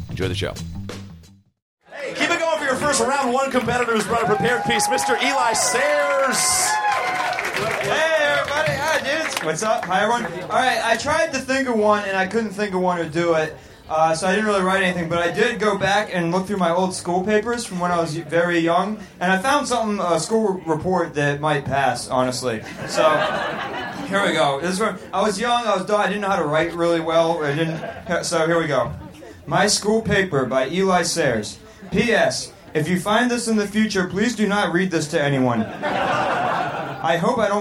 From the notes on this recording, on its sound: Recorded Live at Union Hall in Brooklyn.